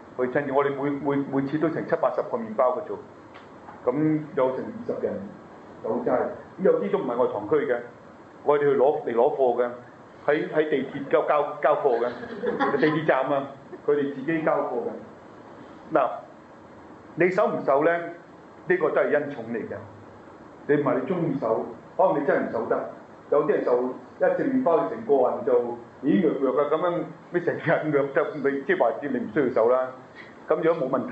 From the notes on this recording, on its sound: delivered to the HK’s June 2010 Medjugorje Pilgrims on May 9, 2010, in the Church of the Annunciation Church